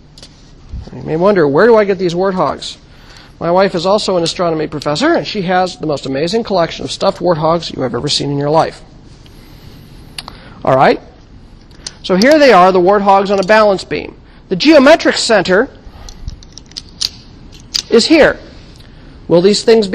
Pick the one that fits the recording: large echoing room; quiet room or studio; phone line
large echoing room